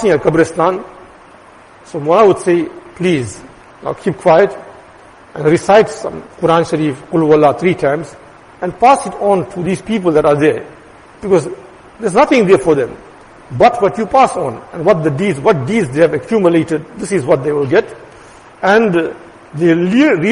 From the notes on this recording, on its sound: Jumuah lecture